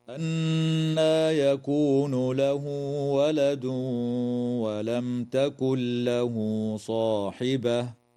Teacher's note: قوله تعالى: أنى يكون له ولد ولم تكن له صاحبة، تغن النون المشددة من كلمة أنى، وتوصل الهاء في قوله تعالى له ولد، وفي قوله تعالى له صاحبة بواو تمد بمقدار حركتين وصلا، ويدغم التنوين في الواو مع الغنة في قوله تعالى ولد ولم، وتظهر الميم الساكنة عند التاء في قوله تعالى ولم تكن، وتدغم النون الساكنة في اللام من غير غنة في قوله تعالى تكن له، ويجوز الوقف على كلمة صاحبة من قبيل الوقف الحسن.